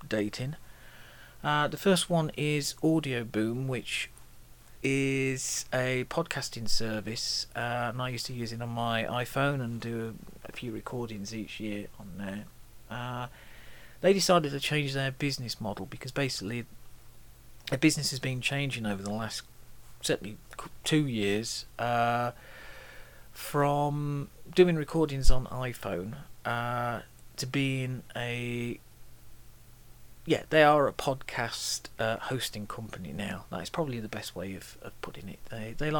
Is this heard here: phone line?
no